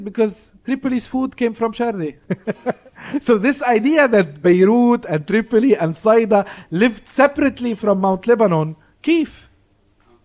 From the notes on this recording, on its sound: Live Video. The first of a live series at Aaliya's Books.